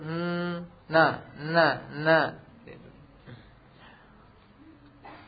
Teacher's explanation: Kalau na kan ujung lidah dengan gusi atas yang berbeda, yang berada di atas gigi seri. Huruf na. Selain itu tidak ada lewat hidung.